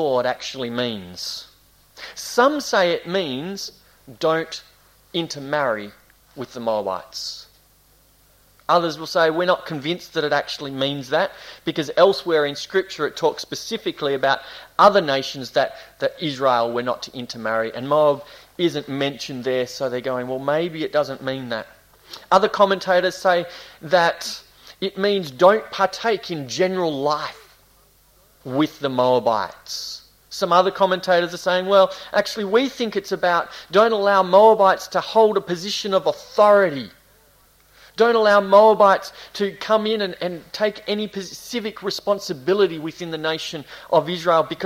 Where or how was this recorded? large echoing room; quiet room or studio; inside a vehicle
large echoing room